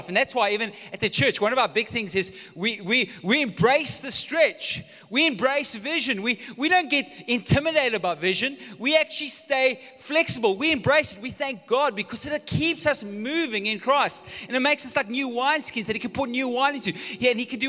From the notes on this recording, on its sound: Recorded live on Sunday the 25th September 2022